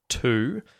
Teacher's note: we use the oo vowel sound when we're really emphasizing that word to, and we're just saying it by itself, to.